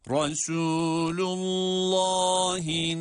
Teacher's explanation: Resu derken de ra harfi kalın, sin harfi ince ve met ile okunuyor.